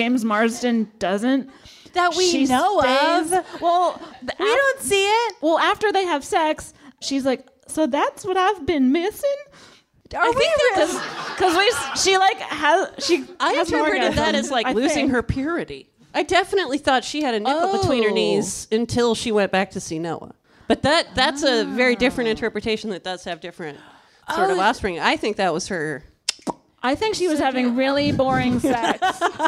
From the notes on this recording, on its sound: On this live episode of The Bechdel Cast. On this live episode of The Bechdel Cast.